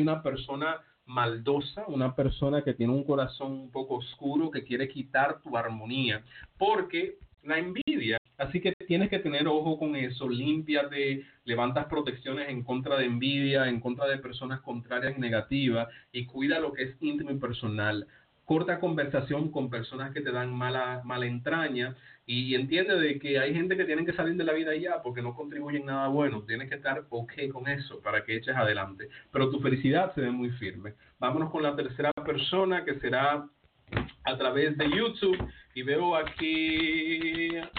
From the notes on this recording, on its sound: Me encuentro en la ciudad de Nueva York, pero atiendo por telefono a todas partes de el mundo.